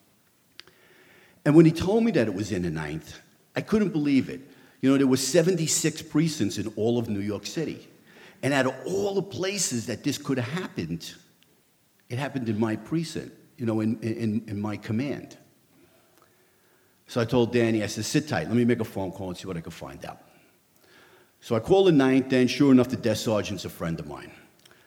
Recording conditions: live audience